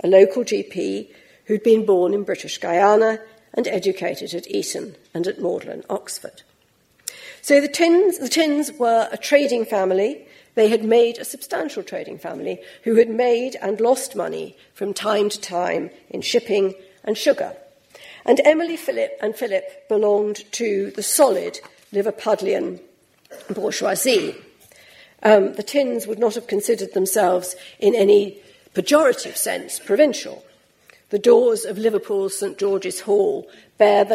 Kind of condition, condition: setting, large echoing room